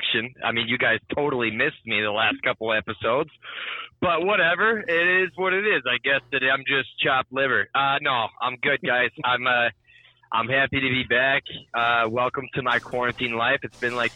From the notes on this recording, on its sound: The team calls in from remote locations